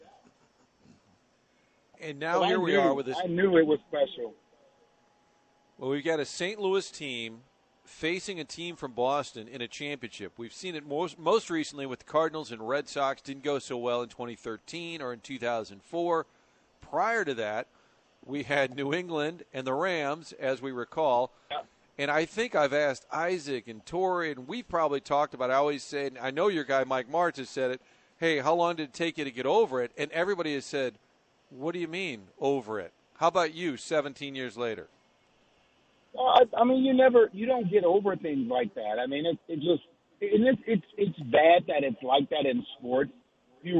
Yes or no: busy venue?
yes